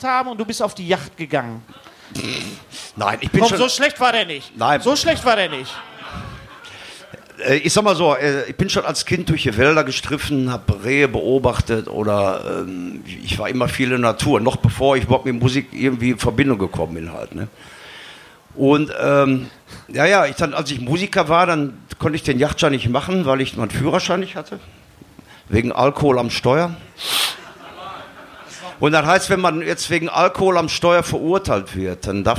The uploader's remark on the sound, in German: Wir haben Ausschnitte von der BluRay ReleaseParty